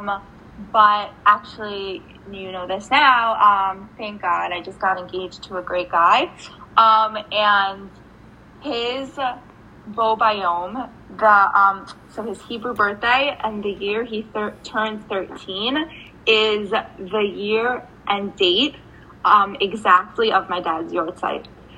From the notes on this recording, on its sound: This episode had a bit of technical difficulties